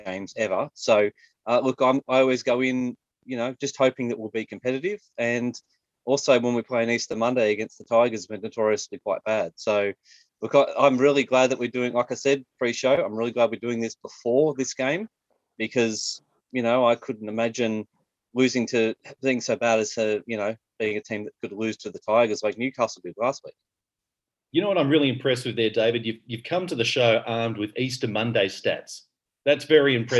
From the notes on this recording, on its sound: Today we run a special panel edition of the show through Zoom